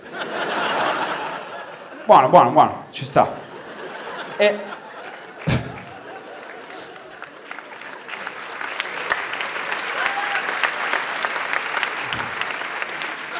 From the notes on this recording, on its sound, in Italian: Registrato a Firenze al Teatro Puccini.